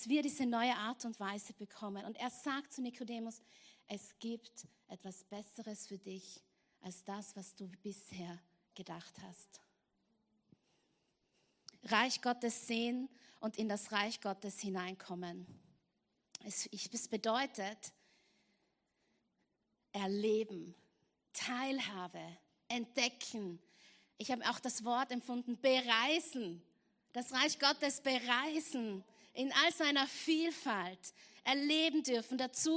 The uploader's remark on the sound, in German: Gottesdienst live aus der LIFE Church Wien.